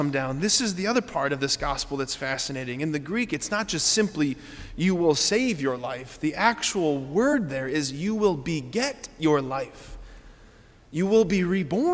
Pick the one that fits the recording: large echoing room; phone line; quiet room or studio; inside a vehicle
large echoing room